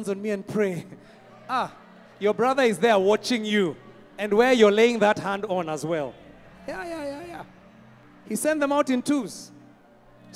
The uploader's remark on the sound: Preached at Worship Harvest Camp, Kampala